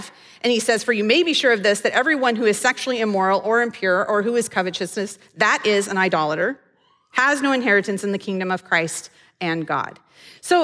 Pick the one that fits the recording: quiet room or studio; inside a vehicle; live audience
live audience